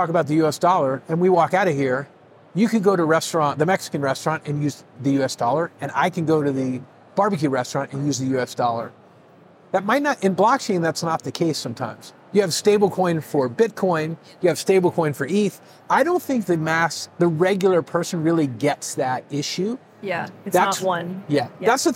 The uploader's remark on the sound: Live from Consensus 2023